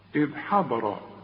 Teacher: هنقول حاء والضاد هي المفخمة مع الراء المفخمة